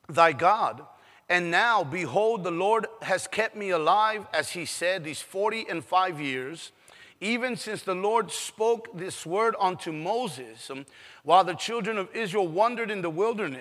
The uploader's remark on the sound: PREACHED IN SAN ANTONIO TX